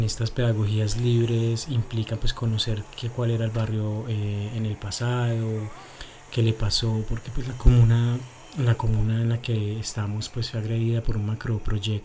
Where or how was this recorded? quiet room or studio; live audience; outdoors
outdoors